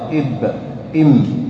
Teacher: وأما في الباء والميم فيقع انطباق، إب إم، يعني لابد أن تنطبق الشفتين بالكلية.